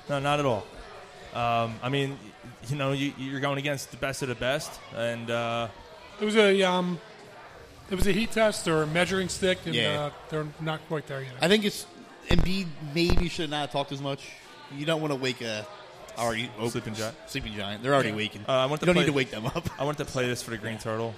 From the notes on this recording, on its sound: broadcast live from The Greene Turtle in North Wales, PA